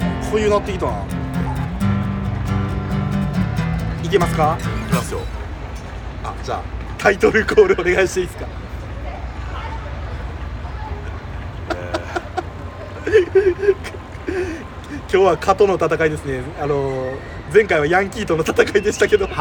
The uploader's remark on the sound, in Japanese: 公園で蚊と戦いながら収録しました